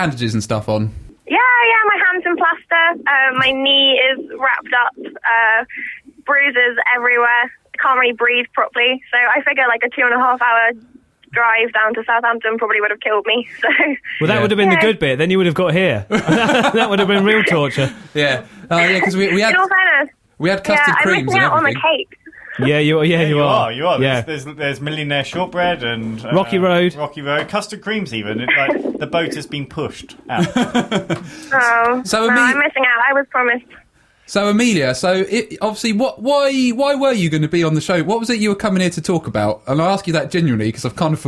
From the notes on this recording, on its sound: As a planned guest is unable to make it for the show due to a last minute disaster. Mostly via the medium of a telephone interview.